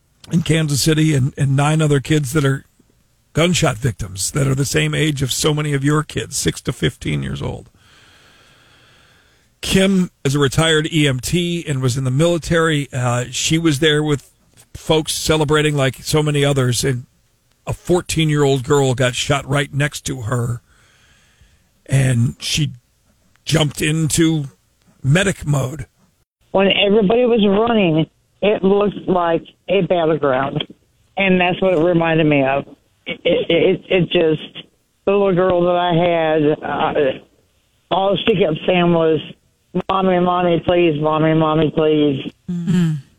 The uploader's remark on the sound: a retired Army medic and EMT called